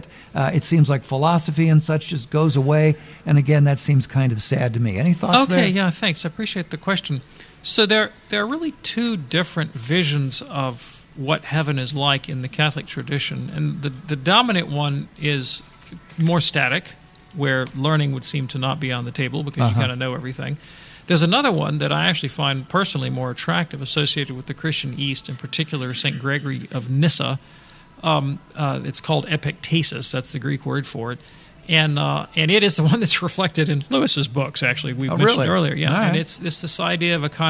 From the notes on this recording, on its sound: takes questions live from the EWTN 2023 Radio Conference